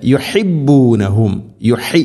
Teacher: ഹാ അതിൻ്റെ മഖ്റജ് അഥവാ അക്ഷരം വരുന്ന സ്ഥലം തൊണ്ടയുടെ മധ്യഭാഗമാണ്.